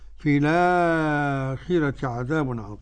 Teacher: عندما نستمع الآخرة بالنسبة لورش نجد أن الراء مرققة · Term: ترقيق الراء